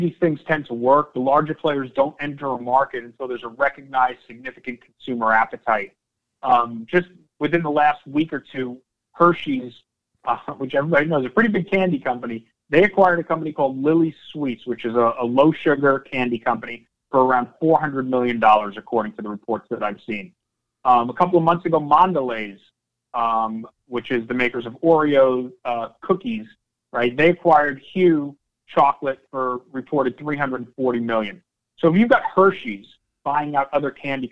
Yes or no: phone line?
yes